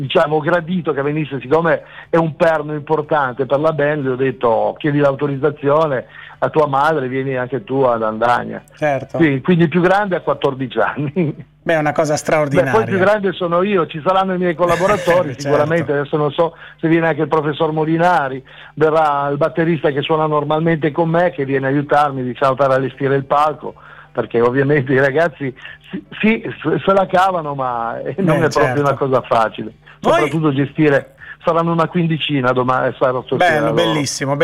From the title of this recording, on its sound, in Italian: INTERVISTA TELEFONICA